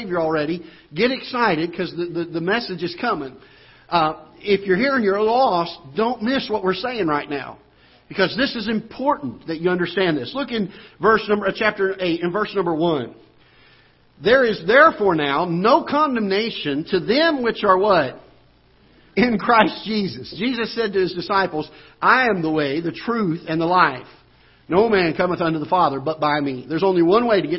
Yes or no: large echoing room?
yes